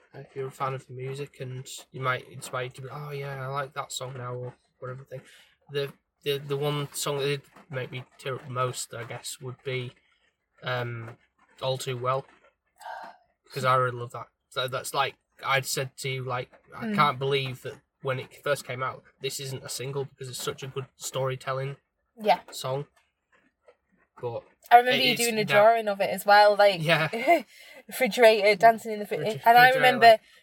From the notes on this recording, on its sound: brief recording of our experience when we got back to the car (as it started to rain - typical British weather